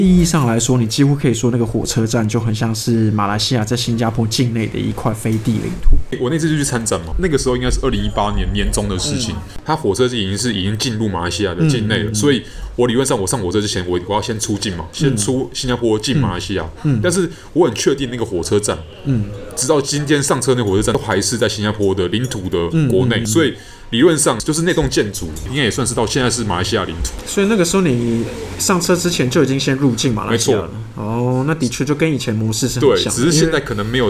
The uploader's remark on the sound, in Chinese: 本集白噪音指數：蚊風級 1/5。錄音地點：515 Cafe & Books。